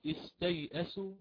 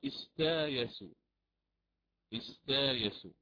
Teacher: هذا الألف التي بعد التاء استا، هذه هي همزة مبدلة، أبدلت ألفا لأن ما قبلها مفتوح · Shown in: second take · والياء التي نطقتها استايا، هذه استايسوا قبل السين يعني، هذه هي هذه الياء الساكنة التي تأخرت وصارت مفتوحة، وصارت مفتوحة.